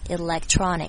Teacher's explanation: 重点是 elect 最后一个 k 的声音，这个 k 我们非常的轻